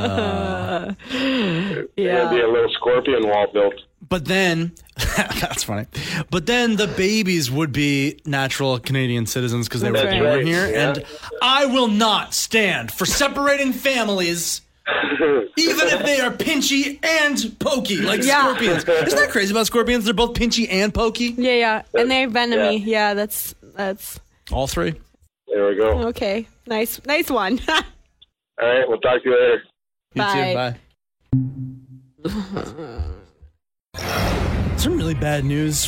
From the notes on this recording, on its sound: Unheard Zoner phone calls are aired.